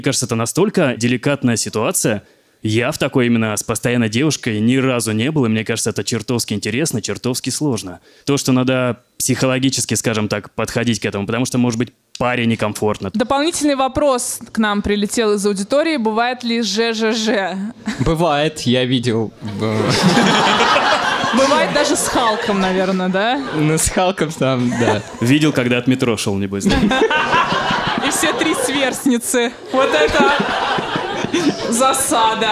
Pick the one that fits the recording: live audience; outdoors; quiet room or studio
live audience